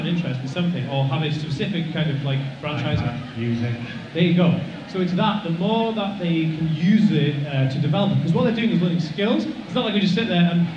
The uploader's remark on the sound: a live talk I did for the Autism Directory